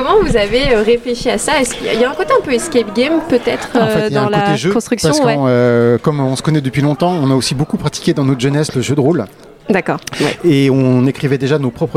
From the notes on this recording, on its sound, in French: Une série d'interviews au festival Quai des Bulles en octobre 2022 à Saint Malo.